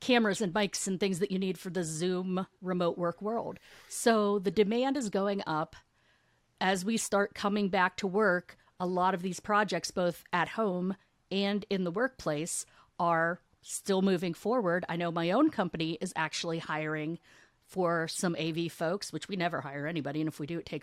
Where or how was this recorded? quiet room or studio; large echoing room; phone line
quiet room or studio